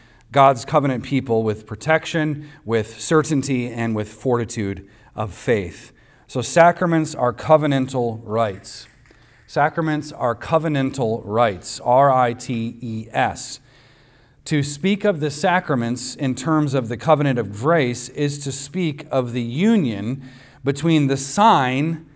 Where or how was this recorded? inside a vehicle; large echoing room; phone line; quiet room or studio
large echoing room